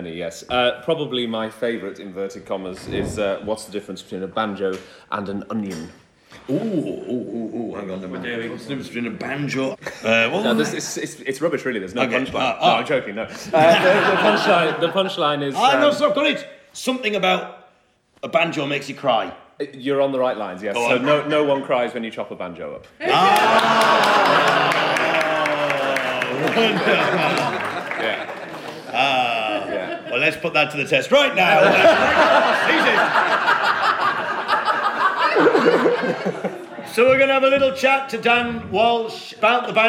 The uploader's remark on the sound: Live From The … Suffolk Weekend 2018